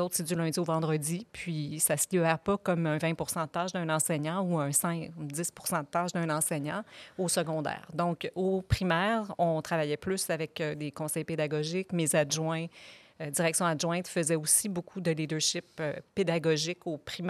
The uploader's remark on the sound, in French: Enregistrée à l’occasion du Colloque des leaders pédagogiques 2022.